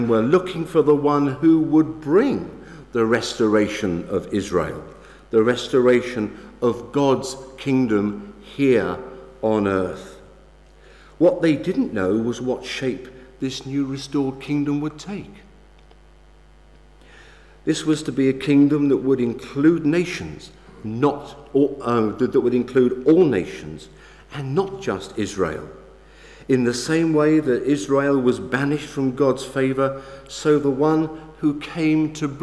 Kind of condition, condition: setting, large echoing room